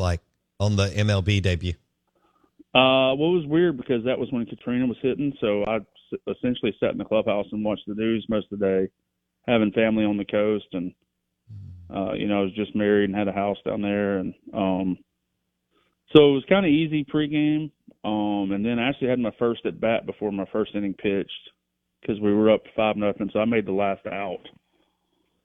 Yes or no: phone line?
yes